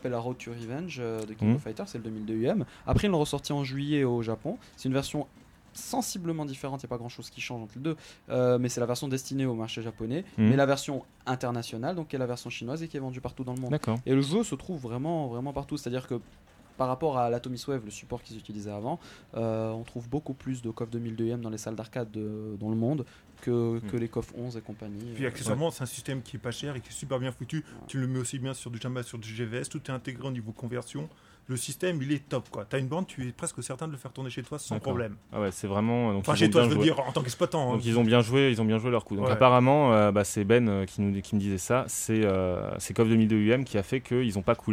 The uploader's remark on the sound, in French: Un pif de l’actu enregistré sous une chaleur écrasante dans un appartement surchauffé avec beaucoup de monde.